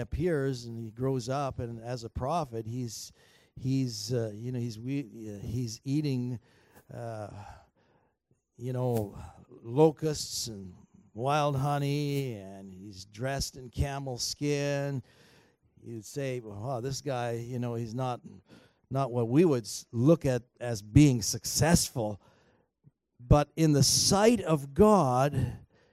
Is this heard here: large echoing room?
yes